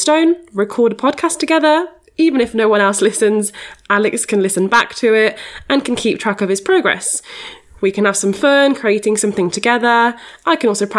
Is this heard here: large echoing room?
no